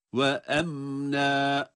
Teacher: Ve emne, emne derken em cezimli halidir. İzhar ile okuduğumuz için mimi hunnesiyle telaffuz ediyoruz.